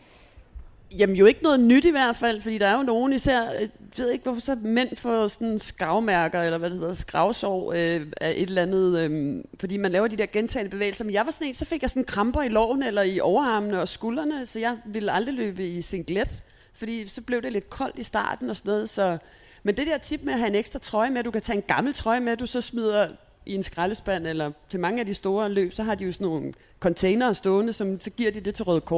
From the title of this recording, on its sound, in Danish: Live podcast i forbindelse med HCA Marathon